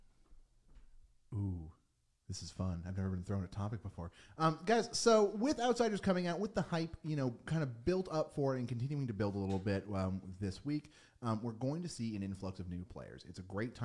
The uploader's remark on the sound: with a little audio issues, its more quite then we normally like!